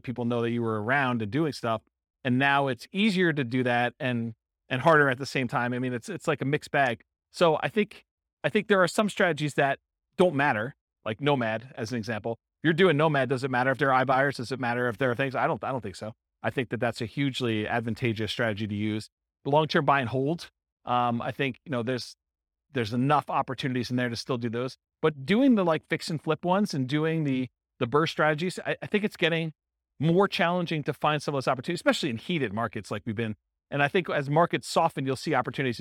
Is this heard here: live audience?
yes